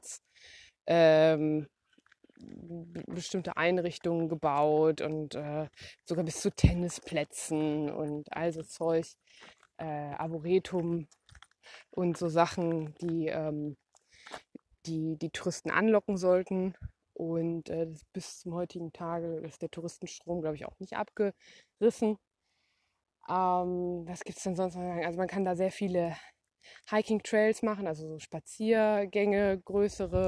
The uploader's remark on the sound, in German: Eine Folge live aus dem Grampians National Park, VIC